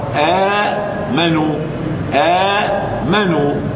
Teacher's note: حركة الهمزة التي قبلها الفتح يناسبها الألف، فأبدلت الهمزة الثانية الساكنة ألفا · Term: مد البدل